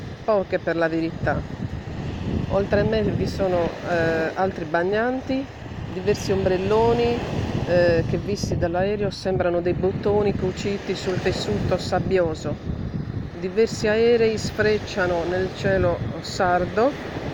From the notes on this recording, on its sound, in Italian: Podcast prodotto in data 15/08/2022 dalla spiaggia del Poetto per audiodescrizione a voce diretta su microfono bloccato.